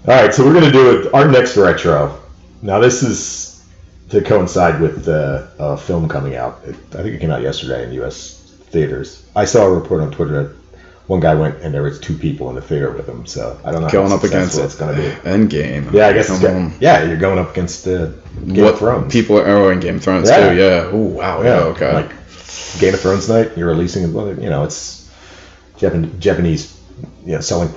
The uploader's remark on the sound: In spite of mic issues